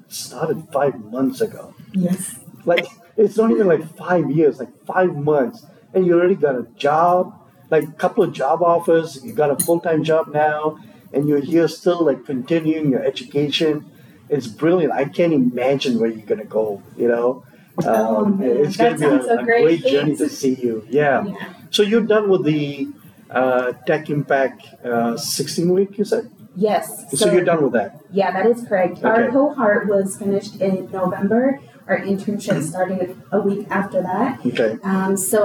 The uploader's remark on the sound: Here at the PowerShell Global Summit 2022 Conference.